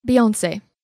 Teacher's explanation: starting low, rising on the second syllable, yo, falling on the second to last syllable, n, and staying low